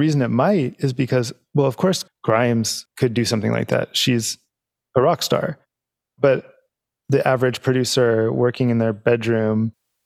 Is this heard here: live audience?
no